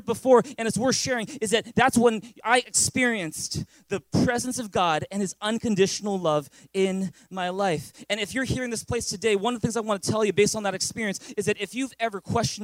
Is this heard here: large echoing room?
yes